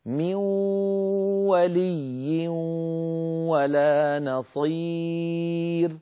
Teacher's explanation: ننتقل من الميم إلى الواو مباشرة ولكن هذه الواو معها غنة من الخيشوم هي غنة النون المدغمة من أجل هذا نسمي هذا الإدغام إدغام ناقص إدغام ناقص أو